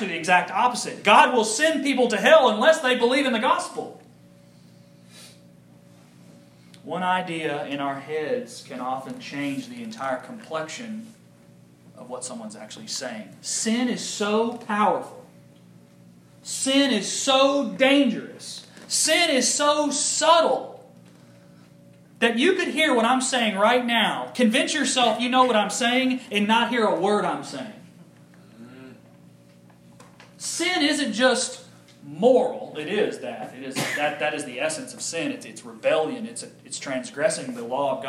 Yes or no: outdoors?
no